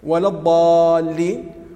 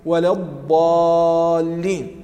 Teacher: كأنك تقف مهلة جزء من ثانية عند نطق الضاد · Shown in: second take · Term: الاستطالة